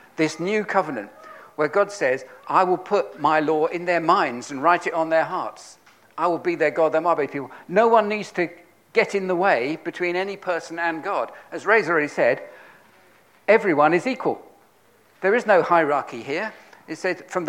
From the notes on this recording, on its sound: At King's Church, Cockermouth, as an audio file.